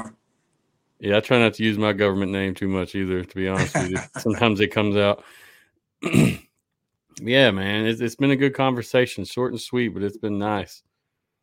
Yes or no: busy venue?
no